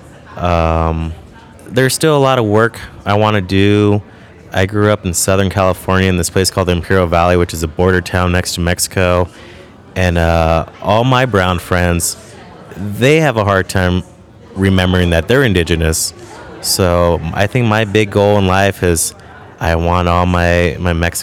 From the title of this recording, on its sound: Live from deadCenter